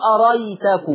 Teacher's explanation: الكسائي هو اللي يحذف الهمزة الثانية ويخش عليها على طول